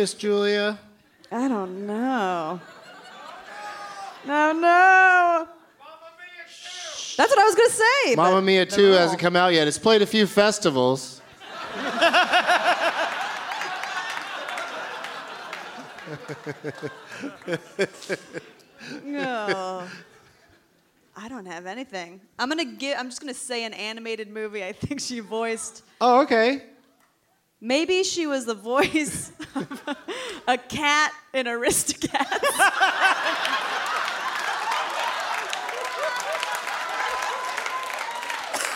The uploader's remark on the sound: Live from the Gramercy Theatre in New York City